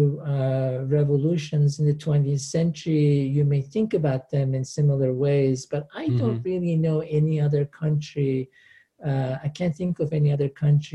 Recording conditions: video call